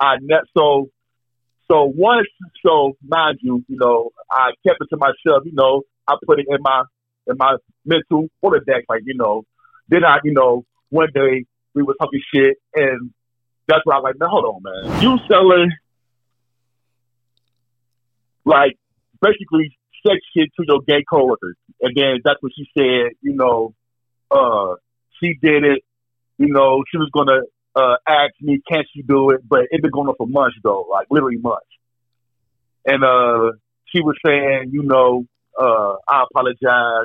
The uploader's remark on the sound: Takes Live Calls From Callers Who Have Wild Stories To Tell. On This Episode Two Callers Call in to Tell Wild Stories.